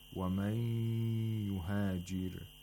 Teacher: we hold the ya nasally for two vowel counts